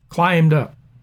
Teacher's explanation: climbed up would be pronounced as a trochee